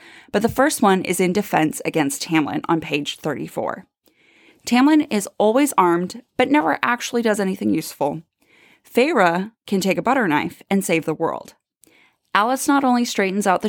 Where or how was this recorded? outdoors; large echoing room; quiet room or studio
quiet room or studio